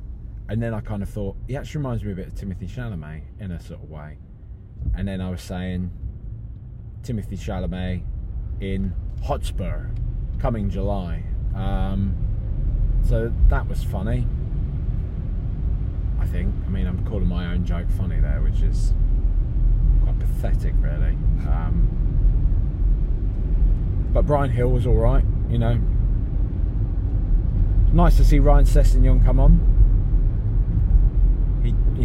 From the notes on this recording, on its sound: Recorded in a car.